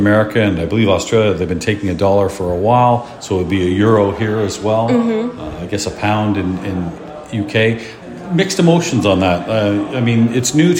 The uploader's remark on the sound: Live from the European Pinball Championships.